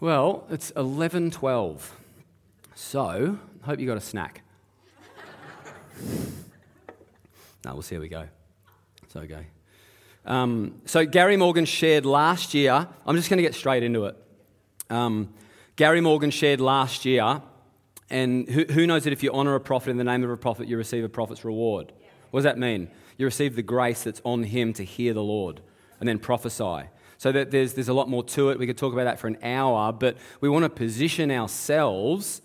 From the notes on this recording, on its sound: Live at Echo Church Melbourne